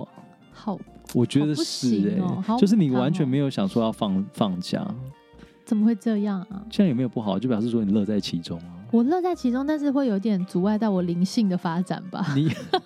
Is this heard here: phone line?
no